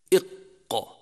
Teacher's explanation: أولا الجهر، فينحبس النفس عند النطق به، إق، خلافا للأحرف المهموسة.